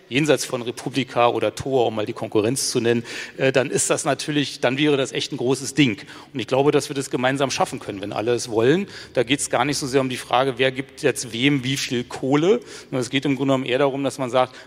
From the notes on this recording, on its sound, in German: Das Kick-Off-Panel auf der diesjährigen re:publica‘18